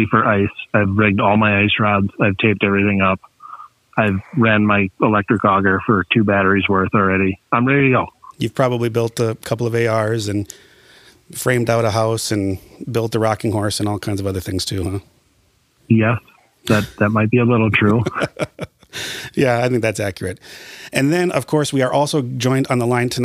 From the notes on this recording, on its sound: We are also joined in studio by guest host. Joins over the phone from quarantine jail.